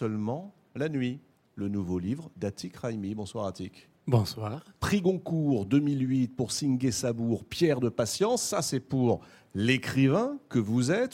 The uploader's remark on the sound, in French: une nouvelle émission depuis le Festival de Cannes